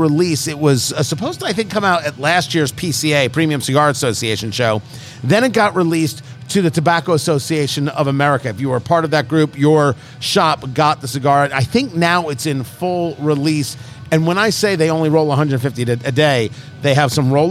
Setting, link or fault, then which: setting, busy venue